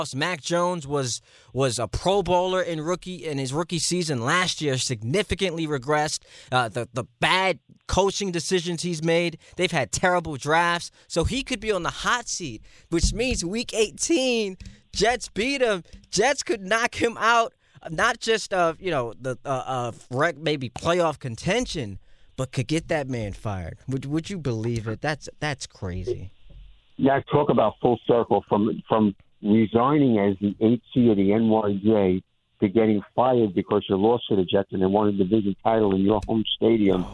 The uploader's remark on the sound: takes a ton of your calls